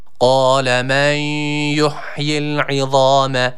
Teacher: burada geçişte nundan y'ye geçiş var. Kaidemiz gereği burada sakin olan nunu y'ye birleştiriyoruz.